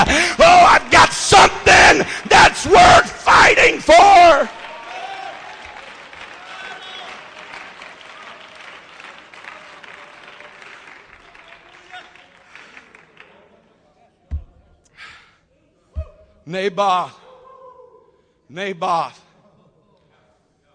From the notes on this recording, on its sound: Baton Rouge Camp Meeting 2015